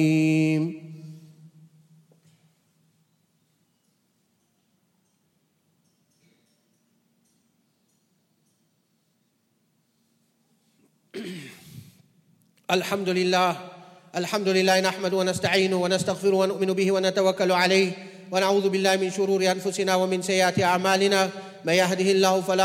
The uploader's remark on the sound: at the Houghton Masjid (West Street)